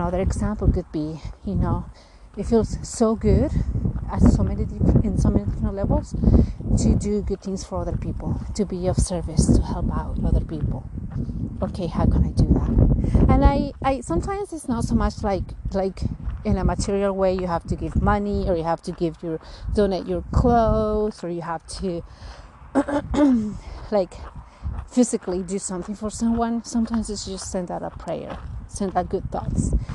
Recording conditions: wind noise